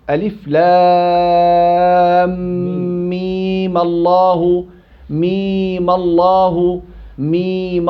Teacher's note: الميم في ألف لام ميم الله آل عمران وصلا، ويحرك الساكن الأول الميم بالفتح، وفي مد ياء ميم وجهان الإشباع والقصر.